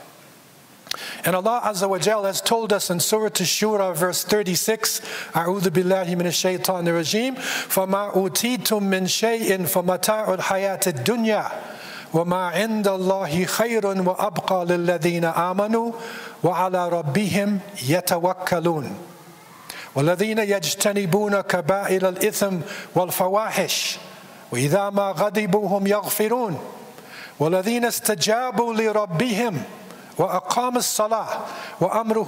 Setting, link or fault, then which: setting, large echoing room